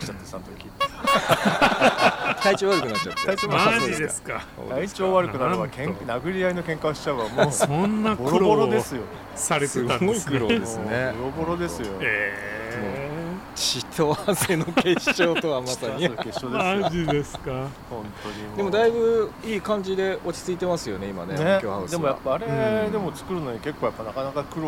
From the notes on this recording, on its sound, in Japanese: 忘年会を兼ねて12月に某カフェのテラス席で収録した。ワインもかなり進んでいますが。